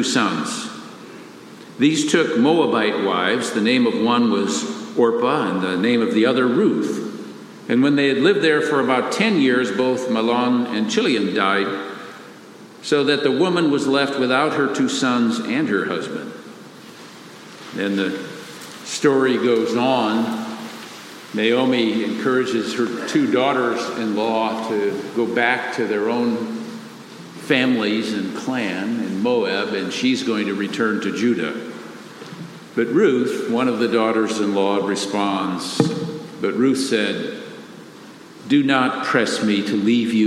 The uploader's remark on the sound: Father's Day message delivered during the Traditional Worship service.